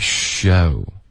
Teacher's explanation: Show 不要翘舌 OK 它是一个平舌音